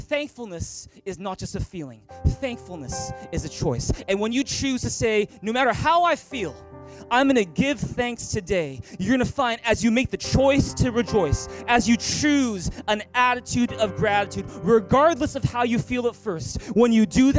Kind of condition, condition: setting, large echoing room